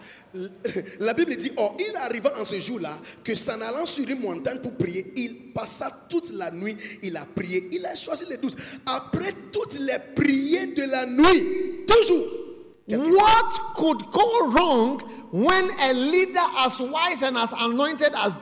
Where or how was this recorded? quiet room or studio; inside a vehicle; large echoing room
large echoing room